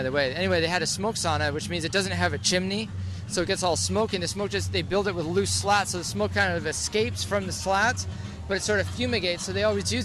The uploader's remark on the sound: While strolling around Victoria Park near Commercial Drive during Car Free Fest Day